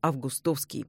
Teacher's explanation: Намного легче, когда ударение в середине слова «августовский».